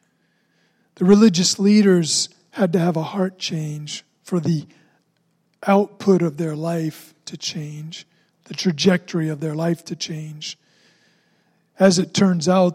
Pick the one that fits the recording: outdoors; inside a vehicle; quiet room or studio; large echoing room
large echoing room